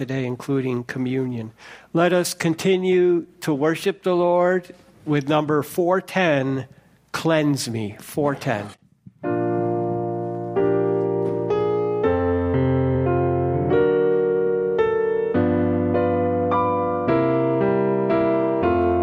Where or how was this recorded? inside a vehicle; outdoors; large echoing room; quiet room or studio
large echoing room